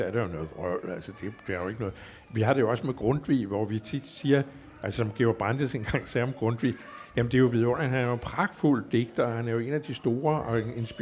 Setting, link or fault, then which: setting, live audience